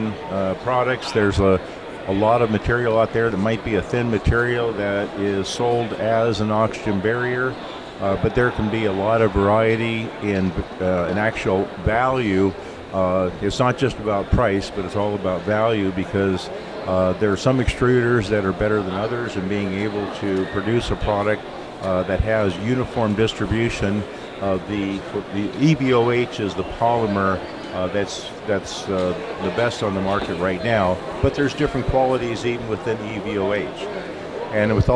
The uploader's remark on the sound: LIVE From WDE! Recorded live from the tradeshow floor at World Dairy Expo!